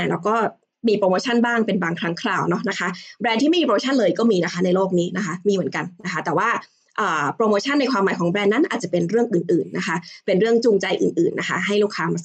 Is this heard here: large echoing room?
no